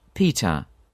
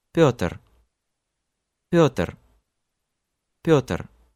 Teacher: In English, you use the tip of your tongue to produce T's, D's, and even N's. In Russian, it's the middle part of your tongue that gently moves up, not the tip of your tongue, to produce the same sound. · Shown in: second take · The resulting sound is similar, but with this distinctive coloring that makes a big difference.